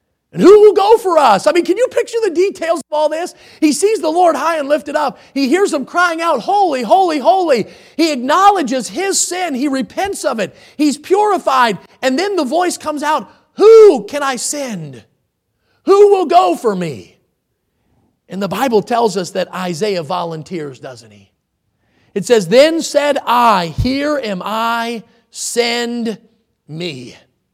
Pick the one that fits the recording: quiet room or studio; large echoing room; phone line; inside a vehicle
large echoing room